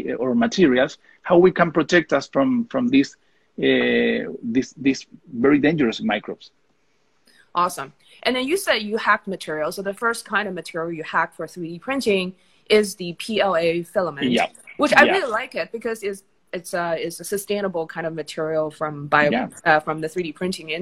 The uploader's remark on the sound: This podcast is a recording of our weekly Instagram Live interview